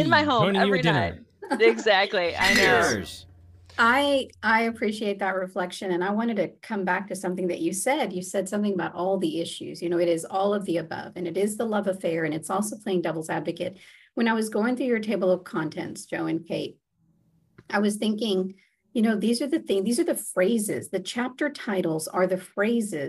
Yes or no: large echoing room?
no